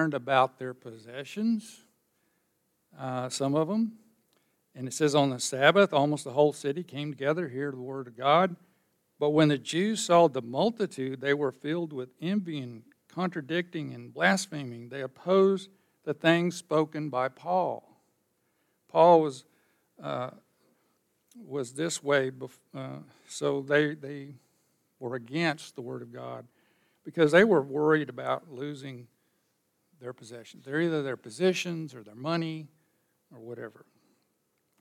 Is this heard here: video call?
no